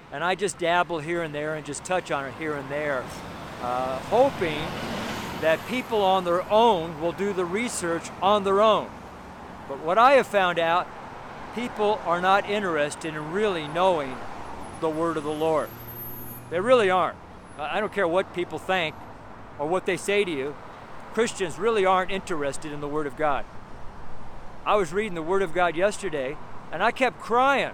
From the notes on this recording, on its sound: STREET SERMON